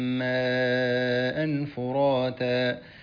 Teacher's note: قد سقط منك الإخفاء